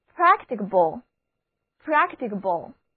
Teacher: 两个字母 C 都发清辅音 K